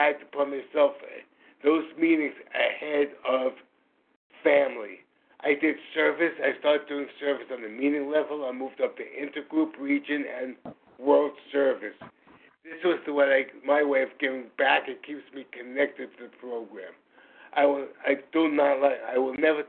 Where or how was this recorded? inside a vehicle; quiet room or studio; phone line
phone line